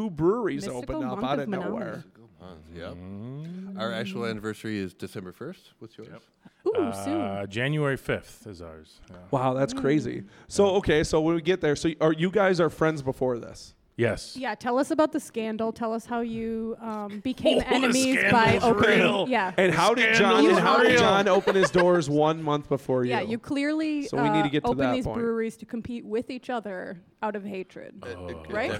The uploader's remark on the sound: Recorded LIVE in front of an audience inside the Spirit Room at the Mabel Tainter Theatre.